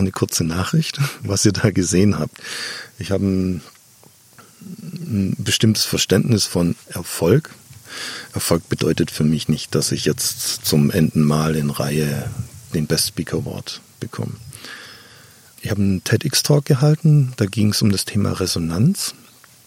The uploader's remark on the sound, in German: Draußen im schönen Garten irgendwo in Brandenburg